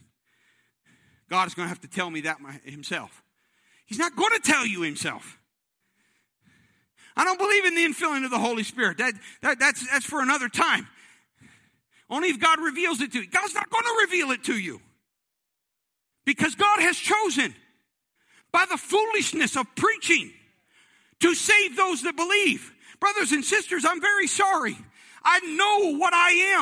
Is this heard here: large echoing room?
yes